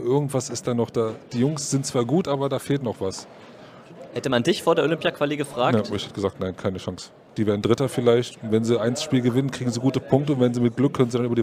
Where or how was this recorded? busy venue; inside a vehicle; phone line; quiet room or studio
busy venue